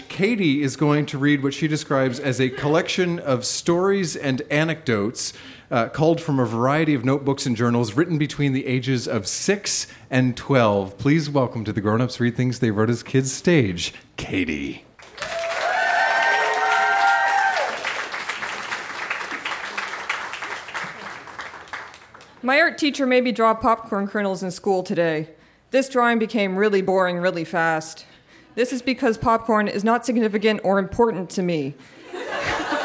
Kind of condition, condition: setting, live audience